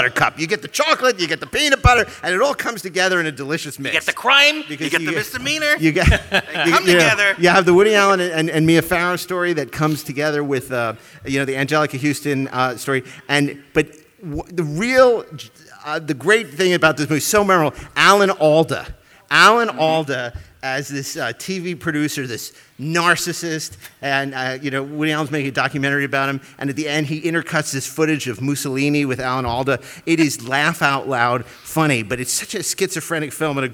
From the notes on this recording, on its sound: LIVE FROM COMIC-CON. Live at San Diego Comic-Con.